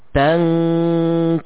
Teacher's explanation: suara murni dari hidung, ya. Ketika kita menutup hidung kita, suara akan terhenti. · Term: ikhfa kaf